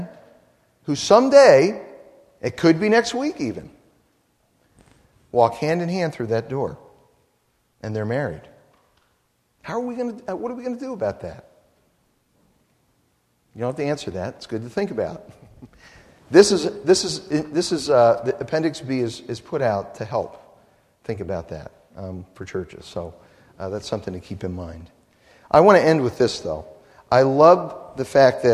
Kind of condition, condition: setting, large echoing room